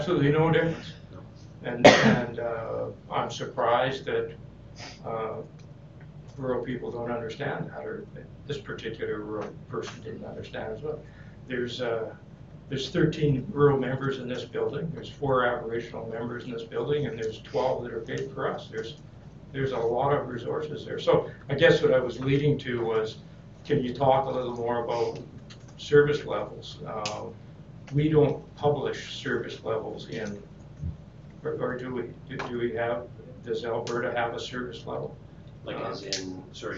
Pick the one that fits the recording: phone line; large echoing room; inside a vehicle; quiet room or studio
large echoing room